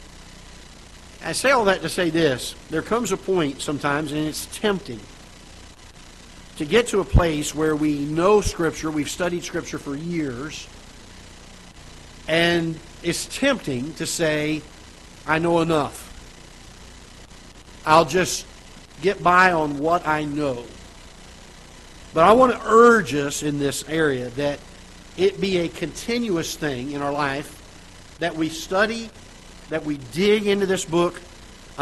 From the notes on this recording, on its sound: Ketha Heights Baptist Church ~ Live Broadcast.